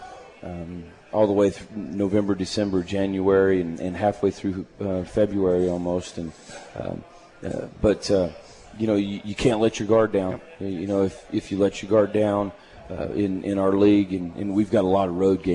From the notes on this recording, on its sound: live from AJ's at The Alley in Hutchinson